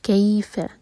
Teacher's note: کئی مدلین سافٹلی پڑھیں گے اور فا ایک حرکہ لائٹ. کیف، کئی فا نہیں پڑھنا، کیف.